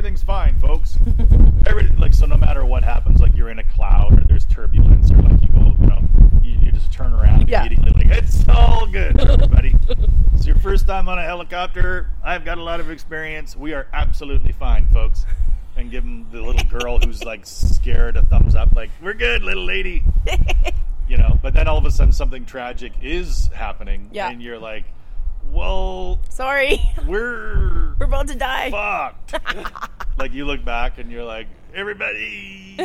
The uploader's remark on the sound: The Windy, Outdoor Edition